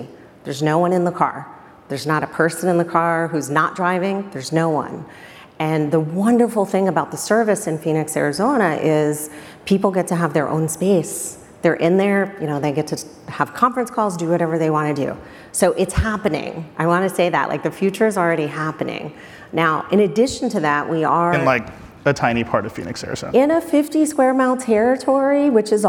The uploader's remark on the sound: we recorded it live, on stage at Code Conference